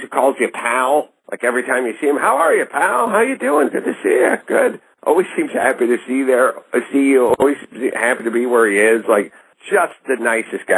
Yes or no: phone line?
yes